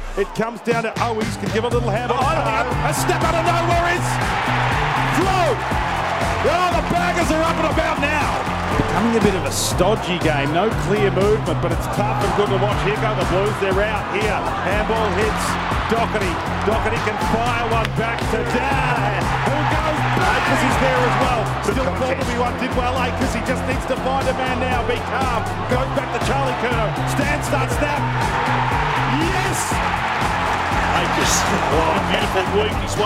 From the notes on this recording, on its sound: call the action from Marvel Stadium